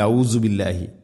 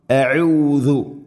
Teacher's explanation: ഹംസ തൊണ്ടയുടെ താഴെ ഭാഗം, അയിന് തൊണ്ടയുടെ തൊട്ട് മുകളിൽ മധ്യഭാഗം · Shown in: second take